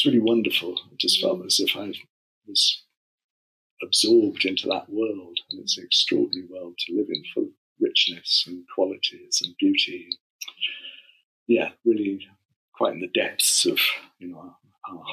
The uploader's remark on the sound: the sound quality isn’t as good as we would have liked